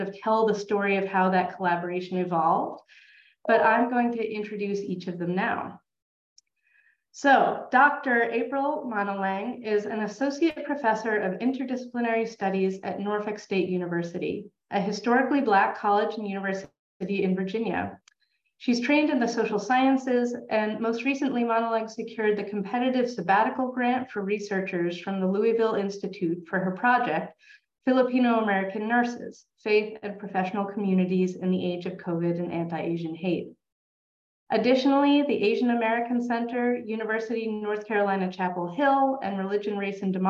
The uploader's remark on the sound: Educator Webinar